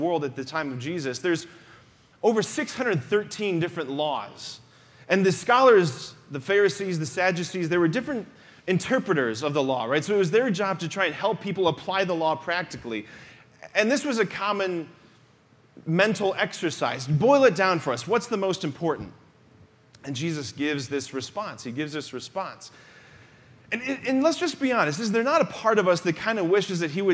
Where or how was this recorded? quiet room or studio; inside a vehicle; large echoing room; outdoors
large echoing room